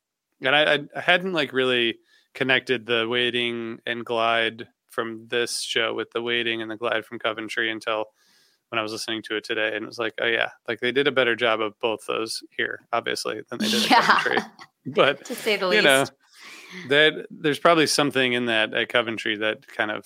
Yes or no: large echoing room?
no